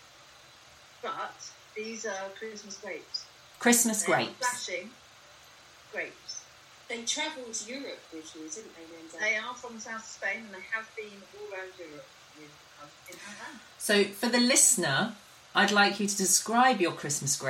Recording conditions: poor sound quality